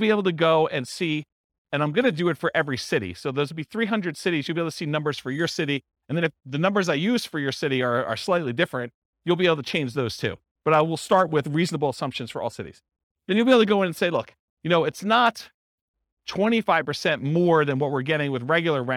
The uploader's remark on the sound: This was a live class recorded